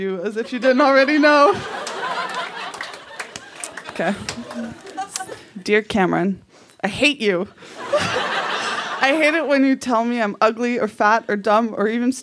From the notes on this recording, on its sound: Recorded live in Ottawa, ON.